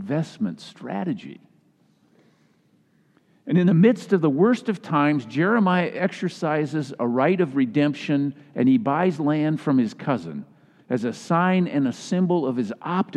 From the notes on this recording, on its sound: was delivered during the Traditional Worship service.